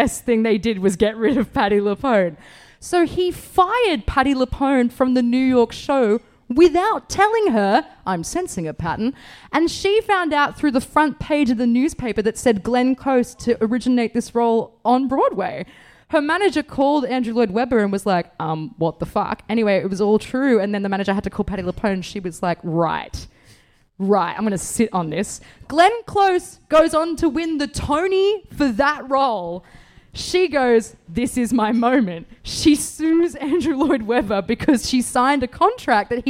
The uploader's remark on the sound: For the final episode from the first week of Chaser Report LIVE at the Pub.